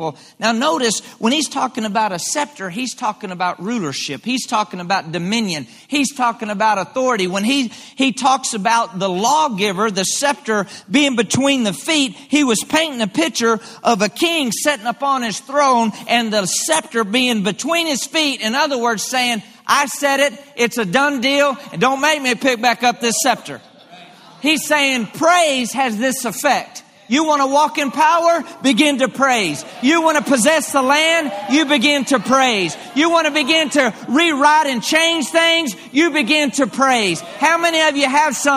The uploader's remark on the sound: LIVE Midweek Service 6.28.23